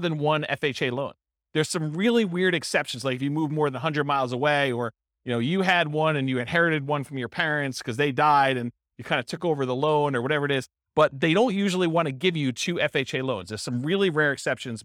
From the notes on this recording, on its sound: This was a live class recorded